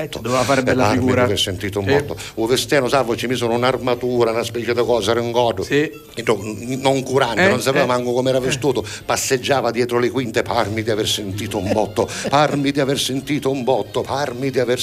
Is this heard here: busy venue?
yes